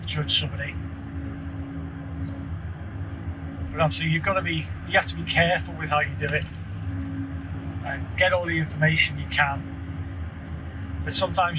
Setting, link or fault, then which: setting, inside a vehicle